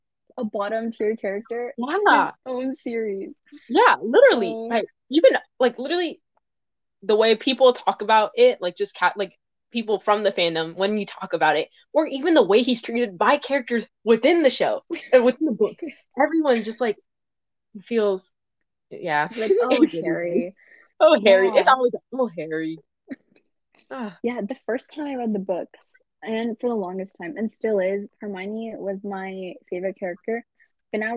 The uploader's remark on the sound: DISCLAIMER: This is our first time recording anything close to a podcast, so the audio and editing is a bit spotty.